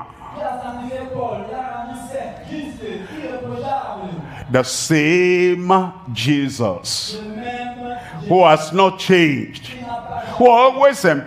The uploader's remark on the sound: live from Douala, Cameroon.